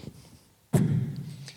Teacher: on a le bilabial, donc les deux lèvres avec l'explosif · Term: classic kick